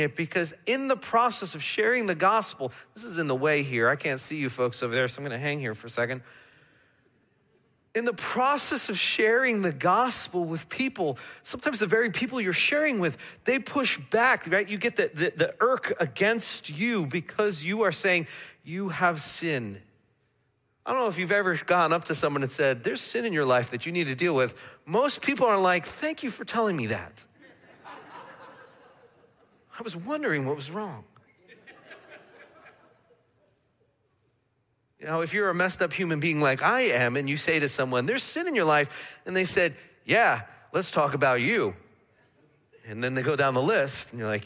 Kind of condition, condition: setting, large echoing room